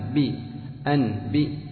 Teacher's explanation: قال: وعسر الإدغام كذلك لاختلاف المخرج وقلة التناسب، مخرج النون من طرف اللسان ومخرج الباء من الشفتين